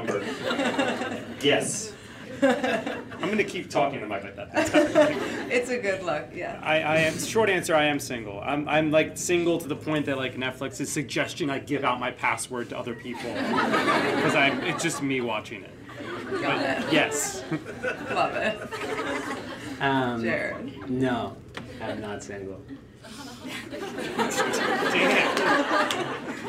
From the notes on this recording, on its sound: is a recording of We Met At UJA, our live panel event